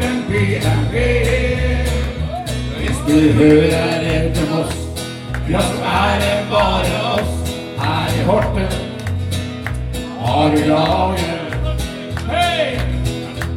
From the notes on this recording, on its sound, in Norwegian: Live på Kroa. Livepodkast på Kroa i Horten.